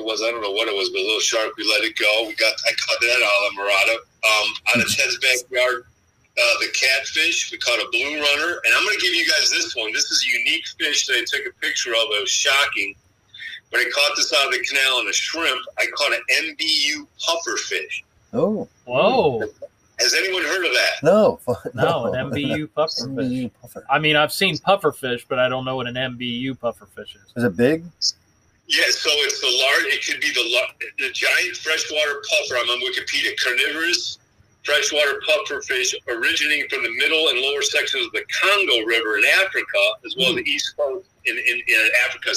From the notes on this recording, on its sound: Pierce, FL. On the phone.